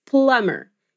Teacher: também é escrito com um B que a gente não pronuncia